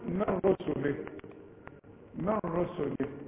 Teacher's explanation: ادغام كامل بدون غنه، تشبك للميم مع الراء وما تزنش، تقول من رسله من رسله والسين رققوها.